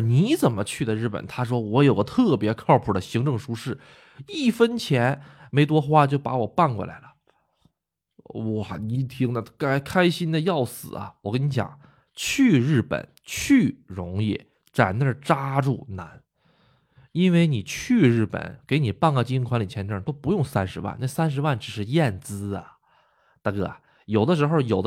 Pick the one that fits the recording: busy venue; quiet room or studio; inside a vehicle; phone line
quiet room or studio